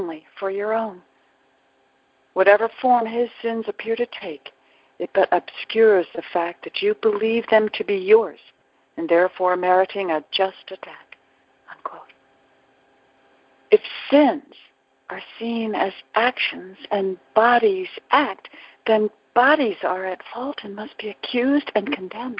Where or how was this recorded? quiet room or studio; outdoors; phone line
phone line